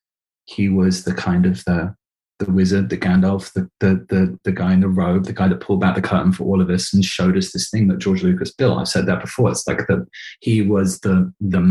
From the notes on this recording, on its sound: sits down across Zoom with the show's director